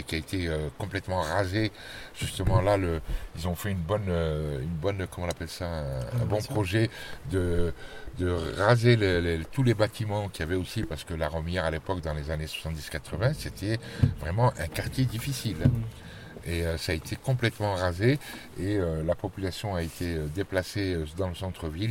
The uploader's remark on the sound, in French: depuis une voiture garée devant la Maison de la Culture sous une pluie battante